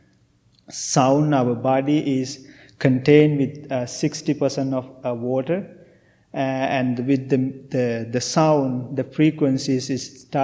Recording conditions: large echoing room